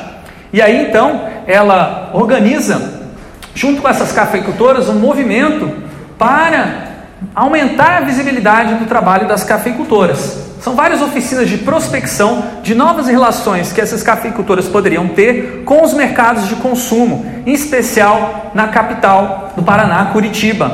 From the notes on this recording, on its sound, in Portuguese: Grava��o realizada no Festival de Interatividade e Comunica��o (FIC19) , em Porto Alegre. Grava��o realizada no Festival de Interatividade e Comunica��o (FIC19) , em Porto Alegre.